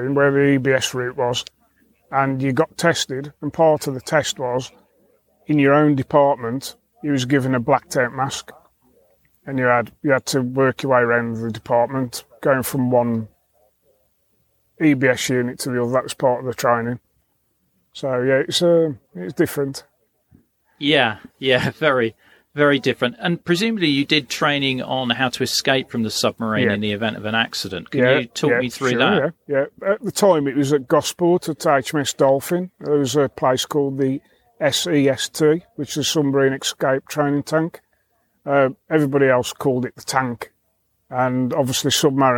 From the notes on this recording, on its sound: This episode was recorded at the Hack Green Nuclear Bunker Soviet Threat event so you will hear some background noise.